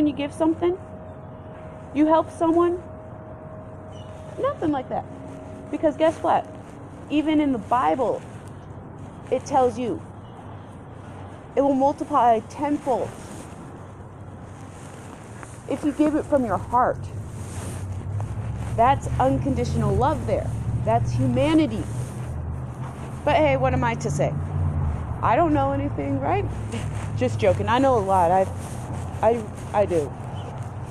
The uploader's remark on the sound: I also apologize for the noise in the backround.